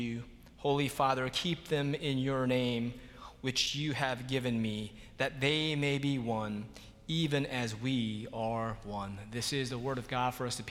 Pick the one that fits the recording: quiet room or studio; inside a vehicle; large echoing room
large echoing room